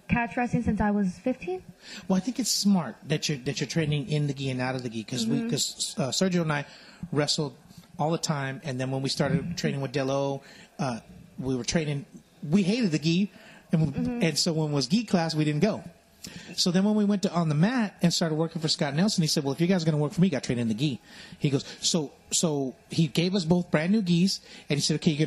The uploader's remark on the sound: Live from MetroFlex 2.0 in Hawaiian Gardens.